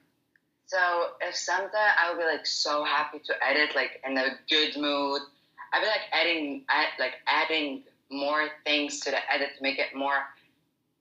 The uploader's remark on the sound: this episode has an over the phone interview